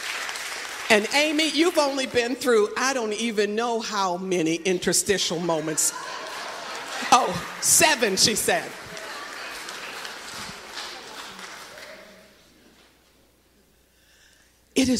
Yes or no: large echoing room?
yes